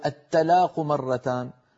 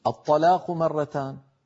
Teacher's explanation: قال تعالى لينذر يوم التلاق بالتاء، وقال تعالى الطلاق مرتان، فالتلاق والطلاق كلمتان قرآنيتان. إن فخمنا التاء صارت طاء، وإن رققنا الطاء صارت تاء